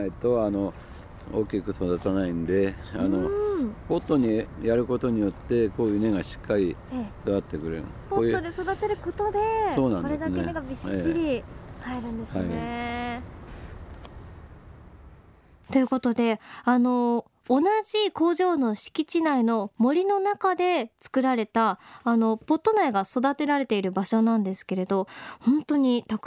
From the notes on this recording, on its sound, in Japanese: 今回取材した神奈川県平塚製造所の「千年の杜」。その森を歩きながら。